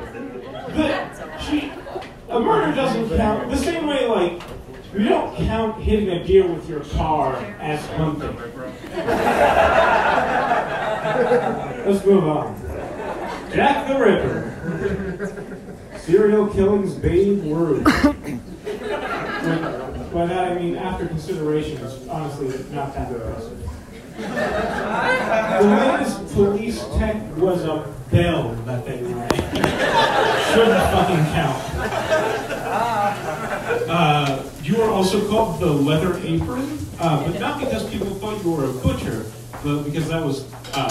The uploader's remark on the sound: audio from their live show Nerd Roast